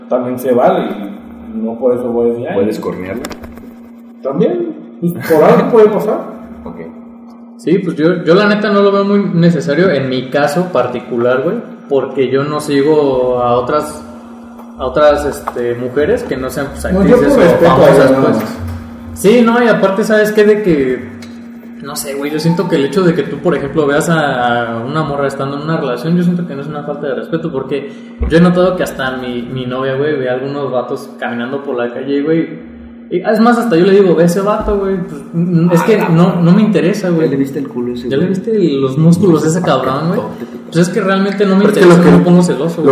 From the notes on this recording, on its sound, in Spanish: Seguimos en proceso de mejora continua, disculpen las fallas de audio ^^'.